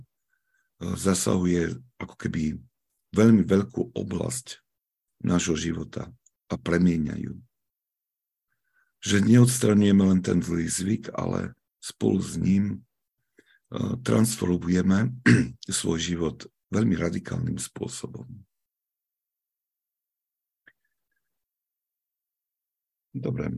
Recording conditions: video call